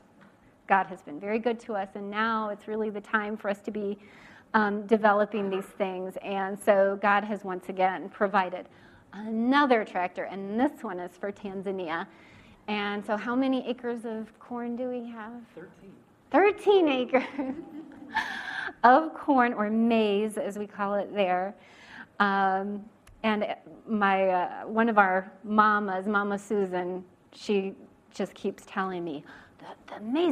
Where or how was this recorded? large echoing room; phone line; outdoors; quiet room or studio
large echoing room